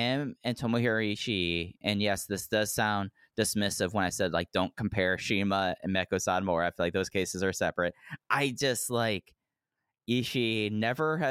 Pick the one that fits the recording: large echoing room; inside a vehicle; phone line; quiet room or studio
quiet room or studio